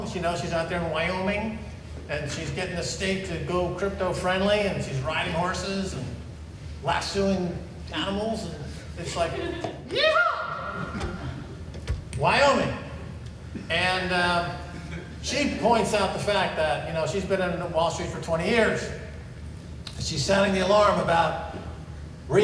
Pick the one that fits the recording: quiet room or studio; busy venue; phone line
busy venue